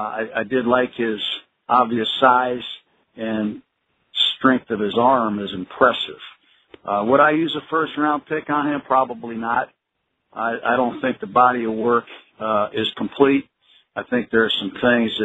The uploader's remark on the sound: NFL Draft Conference Call